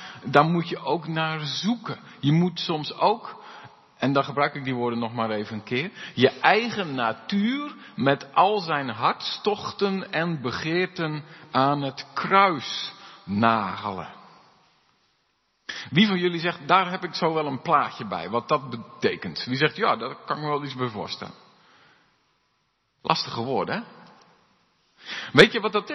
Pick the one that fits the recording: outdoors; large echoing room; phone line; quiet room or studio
large echoing room